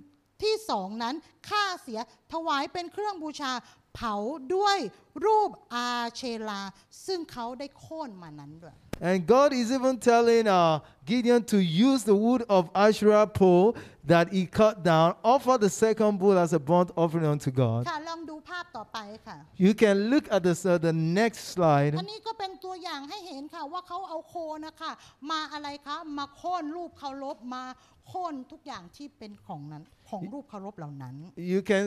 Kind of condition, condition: setting, live audience